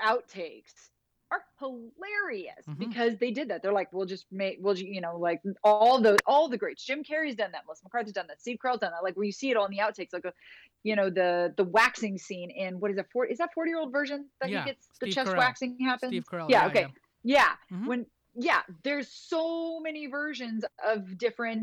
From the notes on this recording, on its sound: turned on Twitter Spaces and had a conversation